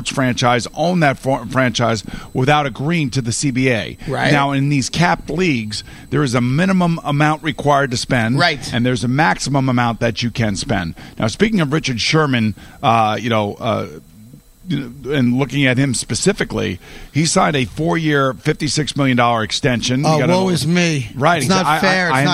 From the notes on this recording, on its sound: Live from the Mohegan Sun golf course. Open up their show live from the Mohegan Sun in Baltic CT.